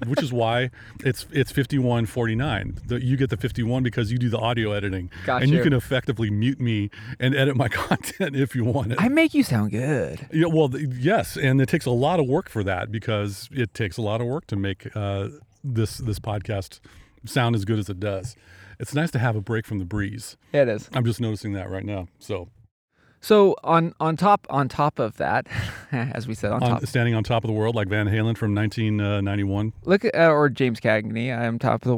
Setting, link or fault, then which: setting, outdoors